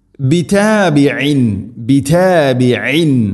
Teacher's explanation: ഐനിൻ്റെ മഖ്റജ് തൊണ്ടയുടെ മധ്യഭാഗം